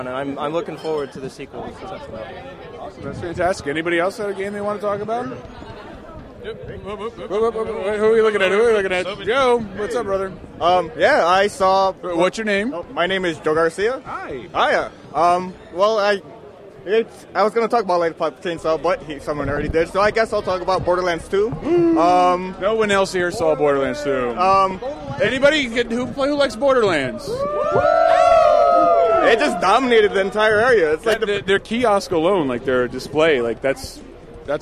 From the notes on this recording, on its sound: LIVE from Boston’s PAX East 2012 extravaganza!